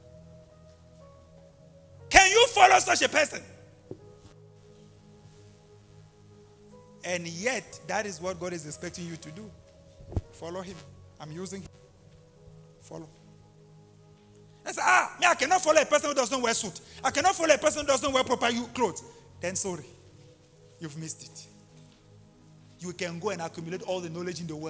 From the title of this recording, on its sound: LIVE AT ABC ROBEGA